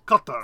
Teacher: I thought there was a little more emphasis on the first syllable.